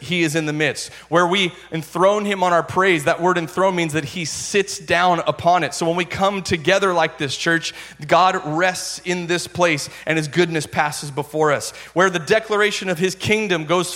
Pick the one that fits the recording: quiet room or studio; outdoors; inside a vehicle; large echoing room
large echoing room